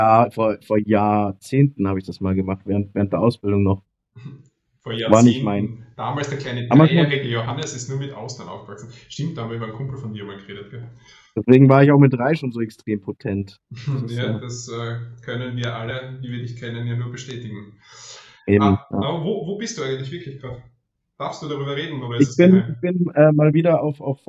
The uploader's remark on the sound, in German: Mangelhafte Tonqualität. Ist mal wieder unterwegs. Sollte die Tonqualität nicht die allerbeste sein, sorry, aber wir mussten ein bisschen improvisieren.